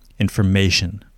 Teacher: where is the stress point? Okay, so it is on the may